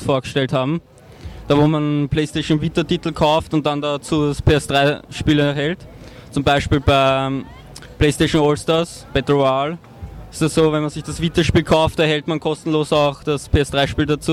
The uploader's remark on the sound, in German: Wir melden uns “fast” Live von der gamescom 2012 in Köln aus der Sommerpause zurück.